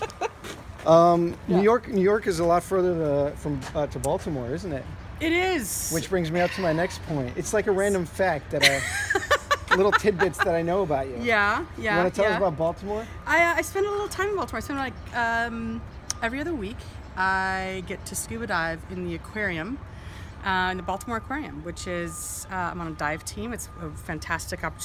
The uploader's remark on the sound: as we walk around the block in the Ledroit Park/Bloomingdale neighborhood of Washington DC